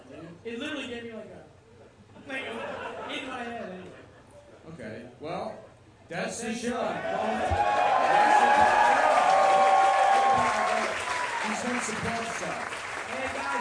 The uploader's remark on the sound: Live show